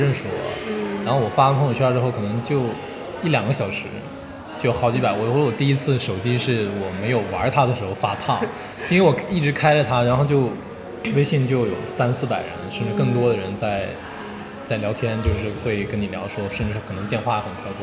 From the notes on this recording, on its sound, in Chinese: 在他活动间隙在798的一家咖啡厅跟他聊了聊他的经历、他的纠结。因为在外面录音，嘈杂的背景音也不免会被收录。